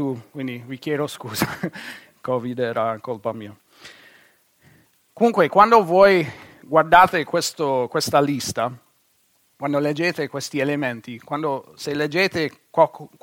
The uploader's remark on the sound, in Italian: Registrato presso il Centro Evangelico Battista di Perugia. Per motivi tecnici, gli interventi non vengono inclusi nella registrazione.